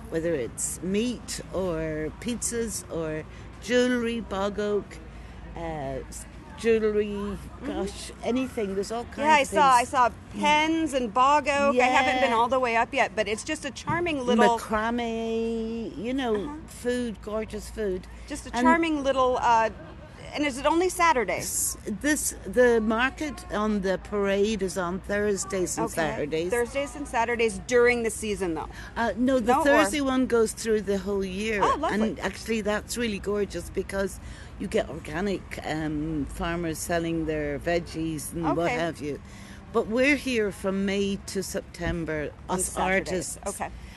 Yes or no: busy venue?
yes